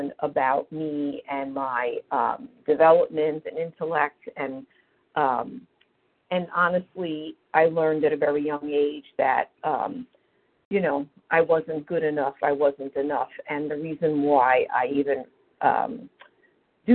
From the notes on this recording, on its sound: from the 100 Pounders Phone Meeting